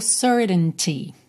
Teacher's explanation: São duas pronúncias possíveis, marcando mais ou menos esse primeiro T